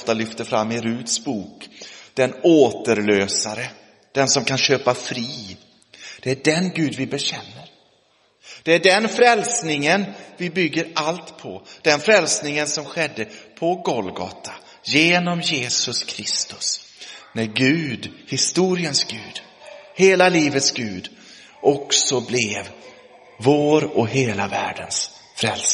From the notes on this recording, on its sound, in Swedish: Inspelad i Roseniuskyrkan den 22 oktober 2023